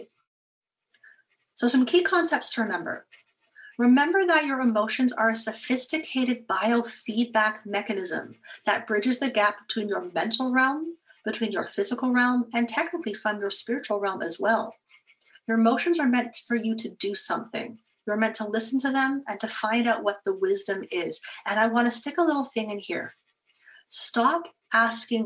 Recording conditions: video call